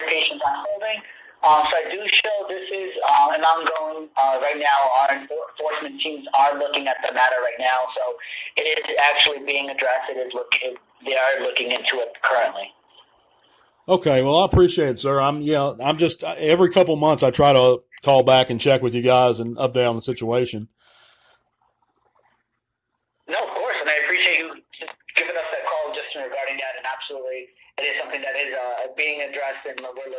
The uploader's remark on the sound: Phone Call To HASBRO